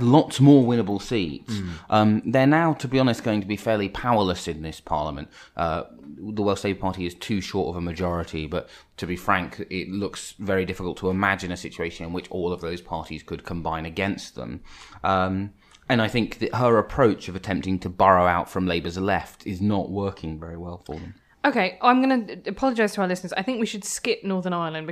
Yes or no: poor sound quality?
no